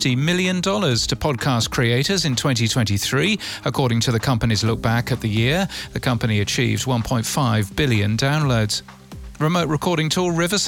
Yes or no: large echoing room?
no